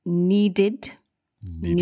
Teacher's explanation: Need ends in D, this dental consonant.